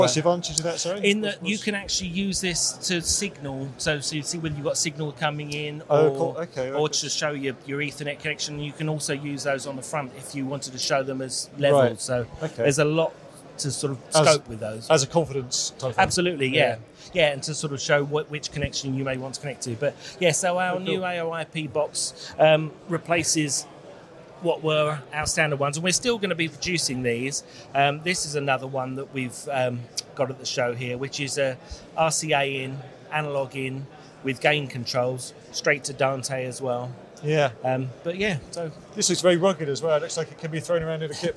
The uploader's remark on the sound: At KitPlus Show Manchester 2023. KitPlus Show is a regional one day show with exhibitors, workshops, training and seminar sessions.